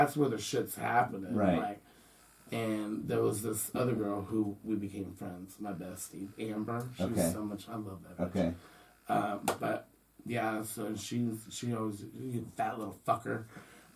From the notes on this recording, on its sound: The primary source for audio failed and was unretrievable. I had to use the camera audio, which is ghetto and annoying and comes with the sweet nuisance of hearing the actual camera run most of the time. So, the audio's shitty.